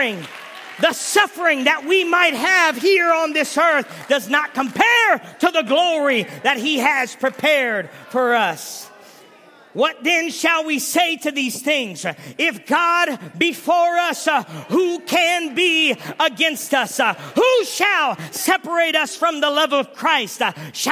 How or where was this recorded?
large echoing room